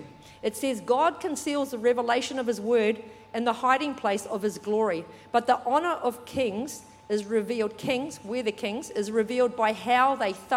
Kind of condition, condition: setting, large echoing room